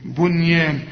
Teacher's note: رقق الياء اللي بعدها الألف ومدهالي حركتين ألف كاملة